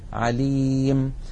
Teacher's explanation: يحذفون تنوين الجر ويقفون بالسكون فيقولون عليم.